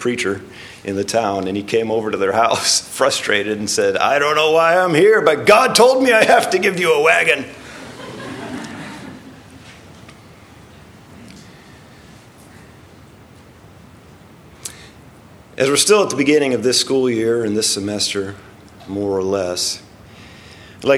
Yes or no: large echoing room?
yes